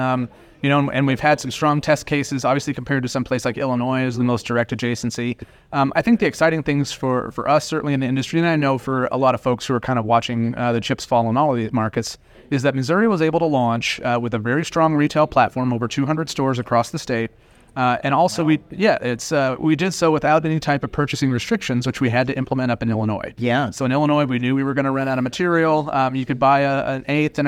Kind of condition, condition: setting, busy venue